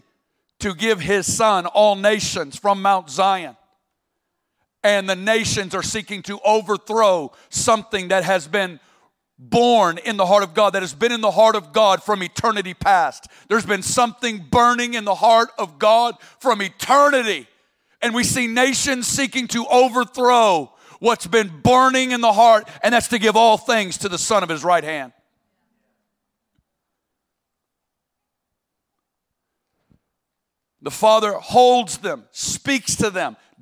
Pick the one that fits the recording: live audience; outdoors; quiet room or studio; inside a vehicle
live audience